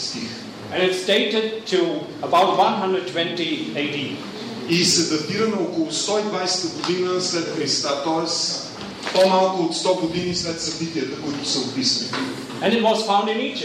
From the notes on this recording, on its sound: Post lecture Q&A at the Regional Archaeological Museum, Plovdiv, Bulgaria, September 2011.